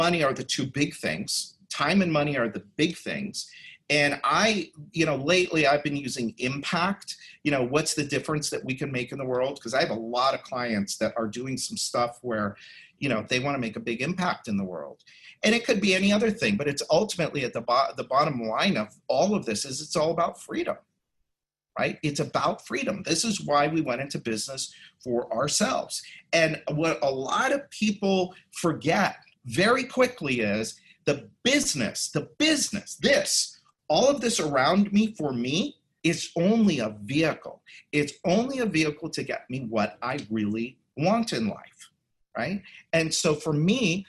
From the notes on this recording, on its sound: the audio from a special online event